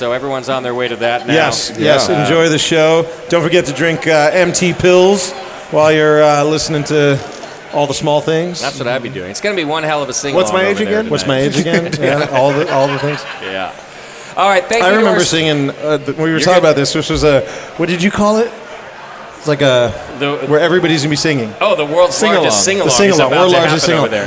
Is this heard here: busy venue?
yes